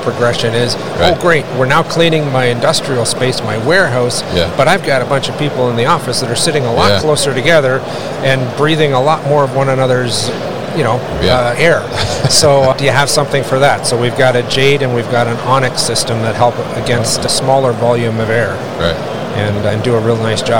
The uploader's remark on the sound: Ideal Warehouse at MODEX 2022